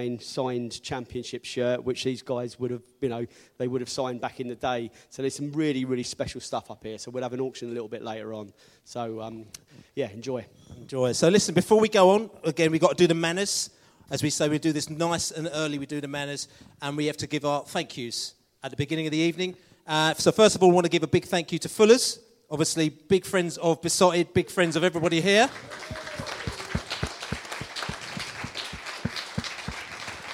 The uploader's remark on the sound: LIVE at the Beesotted Pride Of West London Social. Special guests at the Beesotted Xmas Bees up at Fullers Brewery in Chiswick - recorded in front of a live audience.